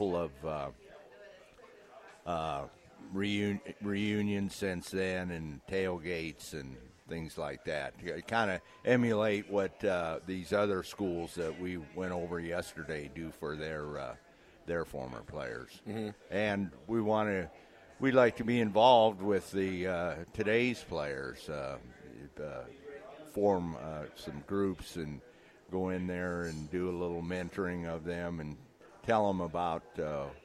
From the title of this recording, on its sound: LIVE at Wingstop